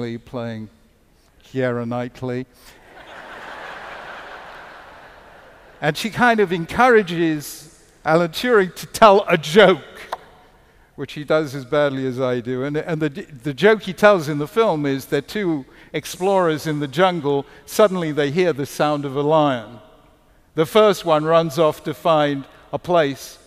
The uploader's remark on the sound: Keynote lecture. The lecture was hosted by The Chautauqua Institution, an arts and cultural lifelong learning community on the shores of Lake Chautauqua in Western New York.